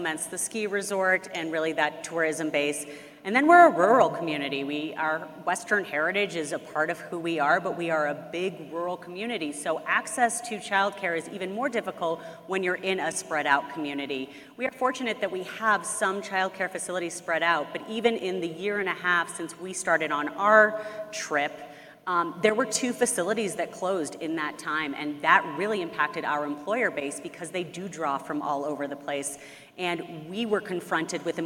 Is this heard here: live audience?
yes